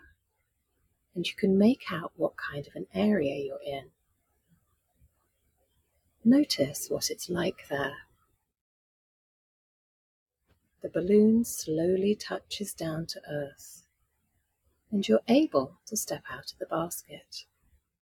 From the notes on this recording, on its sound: We had a lot of technical issues with the sound this time, so apologies for the interference!